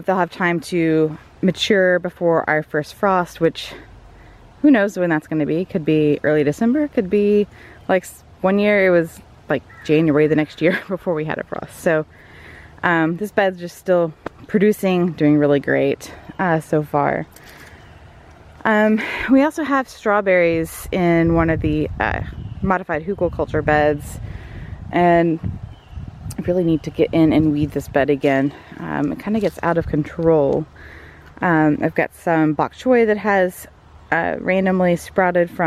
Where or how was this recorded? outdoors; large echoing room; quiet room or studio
outdoors